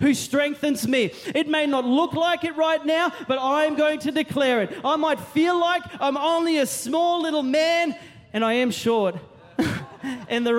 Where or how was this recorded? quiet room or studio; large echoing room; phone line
large echoing room